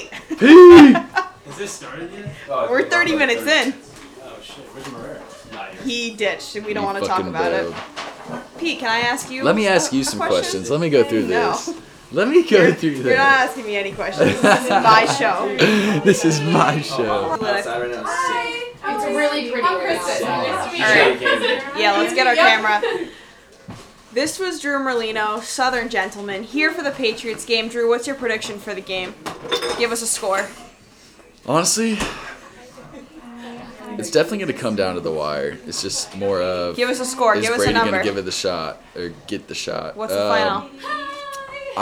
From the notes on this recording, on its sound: We are live from Boston pre Super Bowl and it starts to get rowdy.